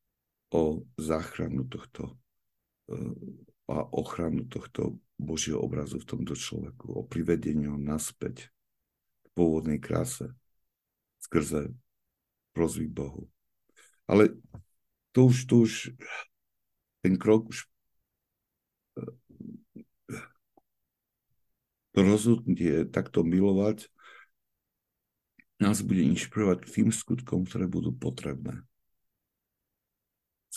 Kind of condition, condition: link, video call